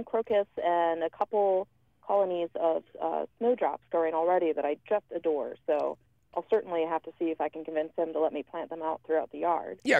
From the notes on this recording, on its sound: takes your phone call questions.